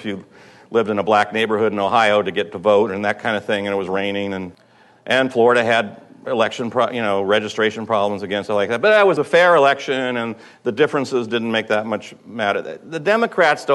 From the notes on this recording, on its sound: at the June 4th, 2006 "9/11 Education and Strategy Conference" in Chicago